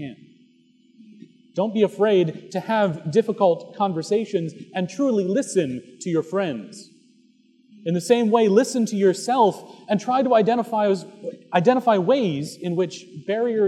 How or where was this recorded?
large echoing room